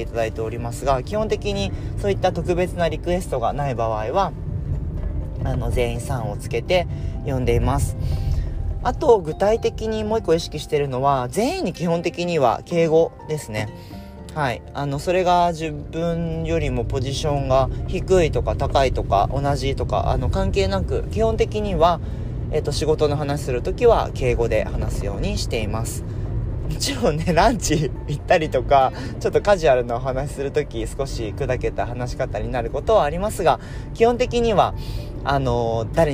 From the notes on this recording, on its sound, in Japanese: 車を運転しながらお届けしています途中運転に集中して無言になります